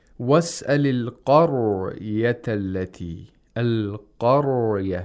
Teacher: First, we have the qaf with tafkhim.